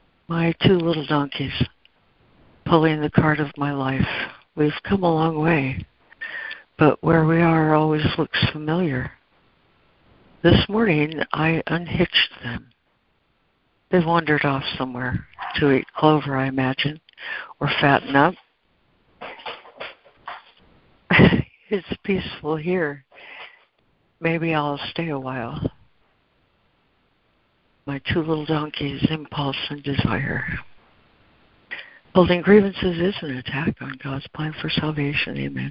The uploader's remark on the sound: ACIM Daily Conference Call